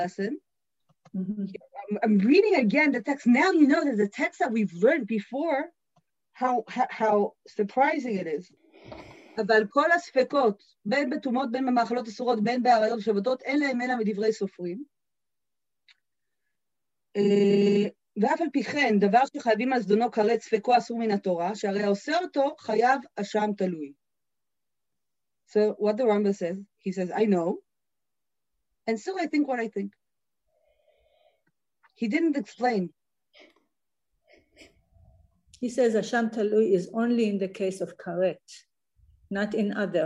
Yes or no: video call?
yes